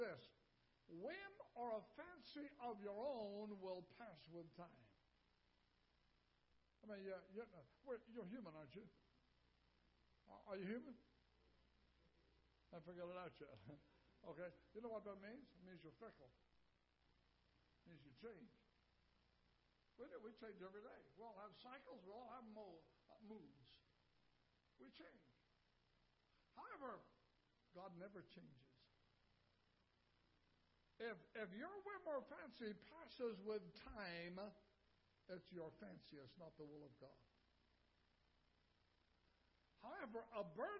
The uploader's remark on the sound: Ketha Heights Baptist Church ~ Live Broadcast.